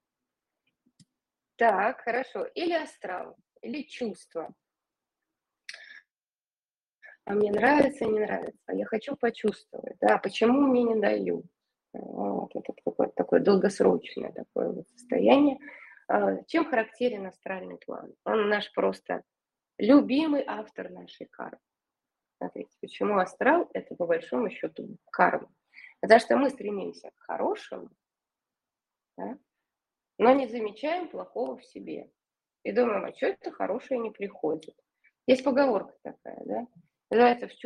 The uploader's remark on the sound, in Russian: Запись Вебинара от Академии сверхсознательного коучинга Omline. Запись Вебинара от Академии сверхсознательного коучинга Omline.